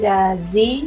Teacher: E o L no final não pode ficar mudo. Então tem que ter um U.